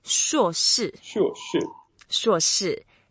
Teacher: Both are 4th tone. So the 4th tone, if you remember, it's the angry sound. You go down.